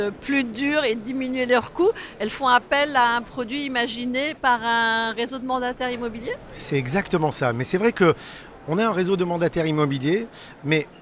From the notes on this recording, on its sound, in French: Cet épisode a été enregistré en direct du salon RENT.